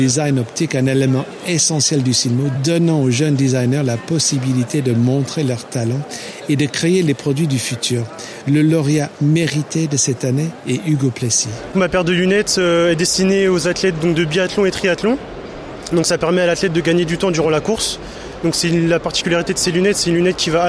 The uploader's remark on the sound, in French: Épisode 4 "en direct" du Silmo Paris 2023